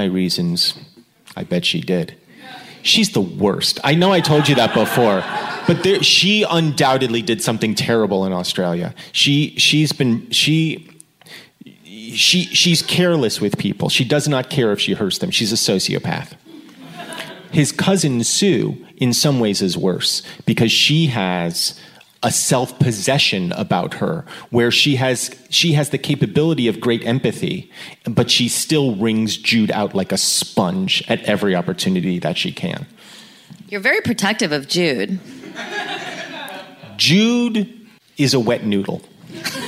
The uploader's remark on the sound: A special live reading of Jude at Sketchfest in San Francisco.